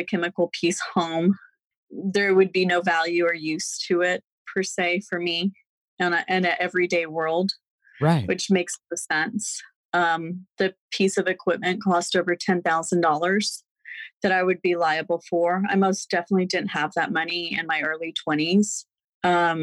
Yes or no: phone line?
no